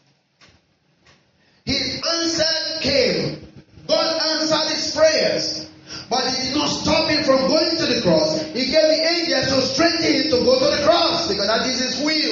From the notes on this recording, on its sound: Our apologies on the audio quality.